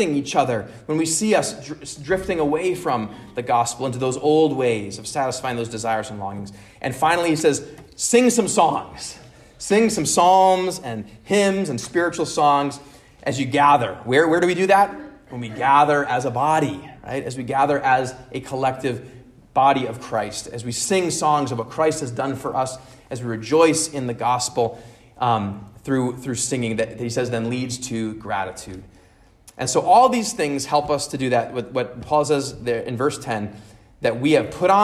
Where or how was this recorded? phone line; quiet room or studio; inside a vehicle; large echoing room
large echoing room